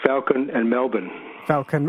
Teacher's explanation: the A in Falcon and the E in Melbourne are pronounced exactly the same way · It's in between. The vowel sound is in between an A and an E.